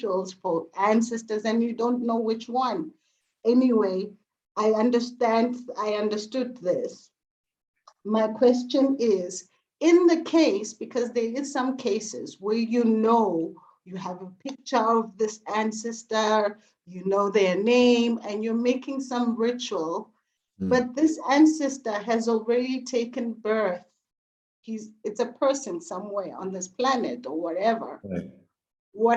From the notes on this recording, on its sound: Zoom Meeting